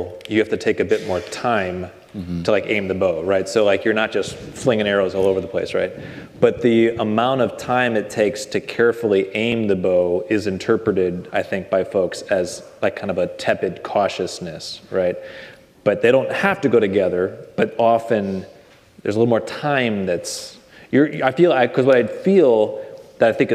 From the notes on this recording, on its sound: In this talk at the 2022 Center for Pastor Theologians Conference